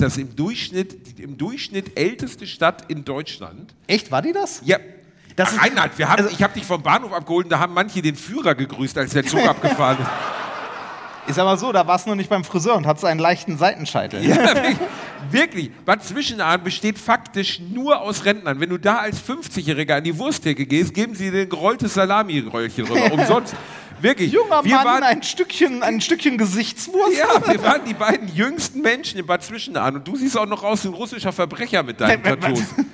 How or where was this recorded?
live audience